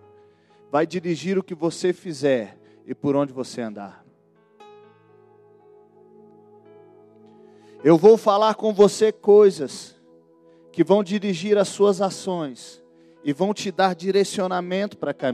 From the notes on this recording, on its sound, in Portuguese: Gravado em: 01 de Fevereiro de 2020 no culto de celebração na Igreja Batista da Paz em BH